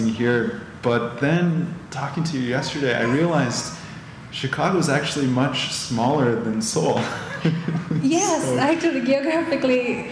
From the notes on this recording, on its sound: In front a live audience at the Jane Addams Hull-House Museum.